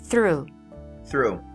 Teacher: coloca a língua, a ponta da língua no meio dos dentes, dá uma sopradinha e vai embora · Term: TH fraco